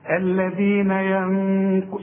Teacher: النون دي اللي بعد الياء لازم تغنها، ما تقولش ينقضون وتضيعها · Term: نون ساكنة